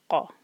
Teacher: قاف ہیوی اور حلق سے نکالنا ہے قاف، ہوا روک کر قا، اس کو خا نہیں پڑھنا، یہ ہے قاف.